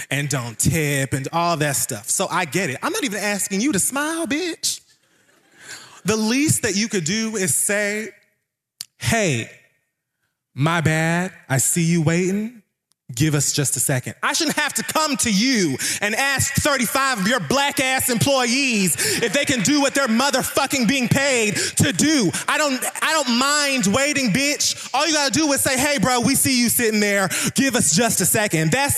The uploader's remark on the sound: The Read Live! Washington D.C.